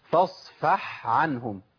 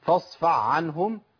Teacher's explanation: انا كده ابدلت الحاء بعين على طول، ادغمت